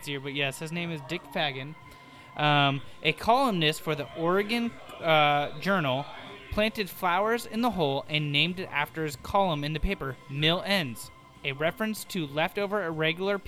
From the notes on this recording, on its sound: This week we're live from a local taproom